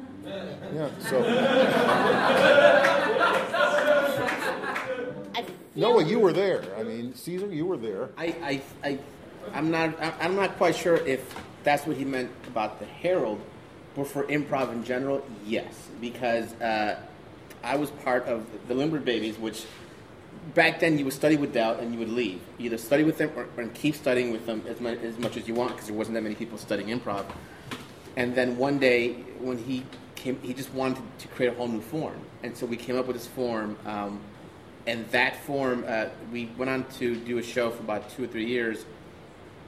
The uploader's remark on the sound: A panel discussion about Del Close. At the iO Theatre in Chicago. Answer questions from the audience.